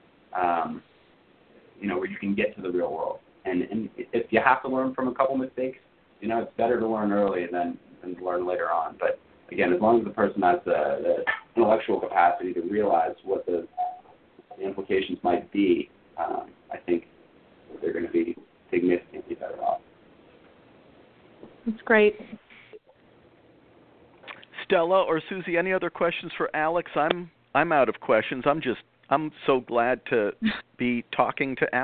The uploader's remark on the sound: took the time to call in to today's program